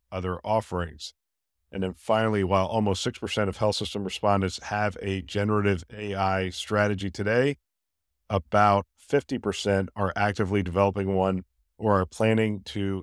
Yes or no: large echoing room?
no